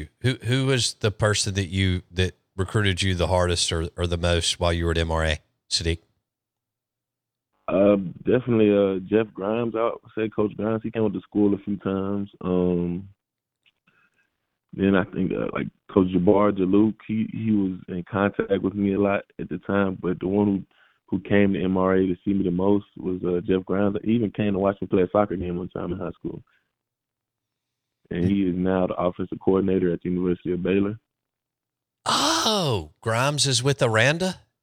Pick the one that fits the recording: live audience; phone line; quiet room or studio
phone line